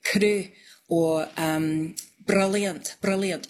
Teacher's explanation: It's just a little tap. It's not a long roll, and that's more common in contemporary speakers. · Term: tapped R